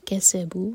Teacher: سین پر سیٹی والی آواز